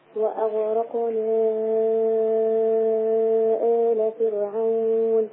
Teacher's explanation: إن المنفصل بتاع وأغرقنا 6 حركات